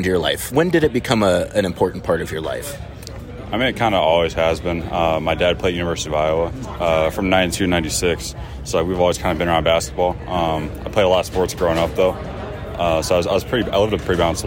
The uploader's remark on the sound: recorded at the 2023 NBA Las Vegas Summer League